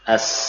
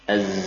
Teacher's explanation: Perbedaan antara sin dan zai adalah pada sifat hames, ya, sifat kadar nafas yang keluar. Ya. Kalau sin, nafas yang keluar cukup ya, deras, ya, banyak.